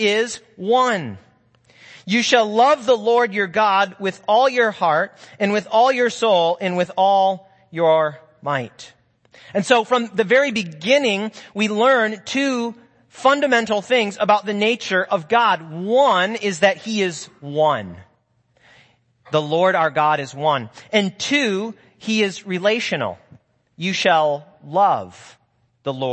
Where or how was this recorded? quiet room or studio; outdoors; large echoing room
large echoing room